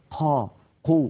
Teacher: يجعلون كمية من الهواء تتدفق مع صوت القاف المتحركة · Term: همس القاف